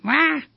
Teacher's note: It's a creaky sound. There's a flutter, often called a bleat, because it sounds like a lamb's cry.